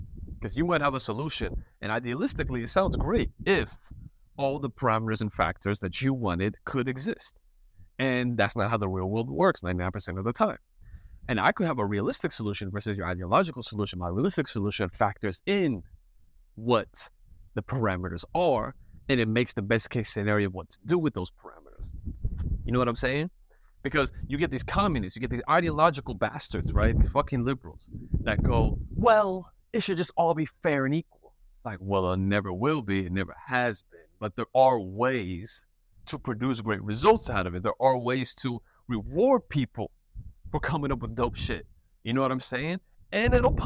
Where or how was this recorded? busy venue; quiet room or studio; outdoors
outdoors